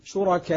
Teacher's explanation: طريقة الإشمام شركاء، حيث أشعر القارئ أن الواو مضمومة